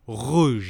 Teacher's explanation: She's showing the French R where the mouth and the tongue is. The French R, the back of the tongue is close to the top of the mouth.